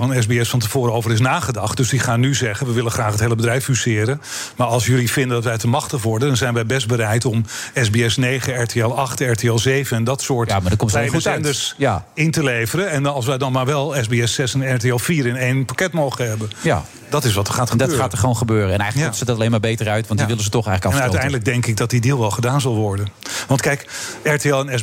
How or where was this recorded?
busy venue